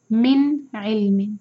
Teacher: اس آیت میں روز دیکھتے ہیں ما لہم مین کے بعد باہر ہے مین کو چھپائیں گے ایک خواہش افوئی ٹائم دیں گے یہاں پر ما لہم بھی ہی دو حرکہ کھینچیں گے مد سلا سغرا من علم من نون کو کلیئر پڑھیں گے اظہار ہے یہاں پر نون ساکن کے بعد حروف حلقی عین آ رہا ہے